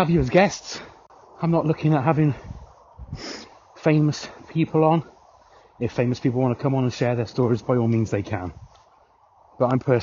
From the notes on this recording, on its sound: while taking my little sausage dog Fred for a walk, to record some ramblings